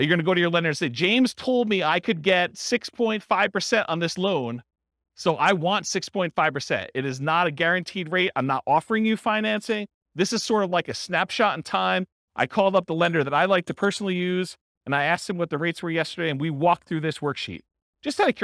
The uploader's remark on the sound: This was a live class recorded